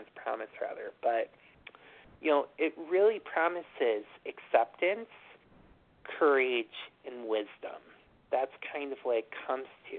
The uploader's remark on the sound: from the 100 Pounders Phone Meeting